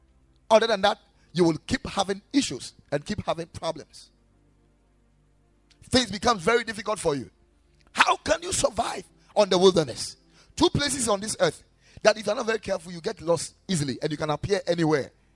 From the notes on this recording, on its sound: Preached at the Ekklesia Chapel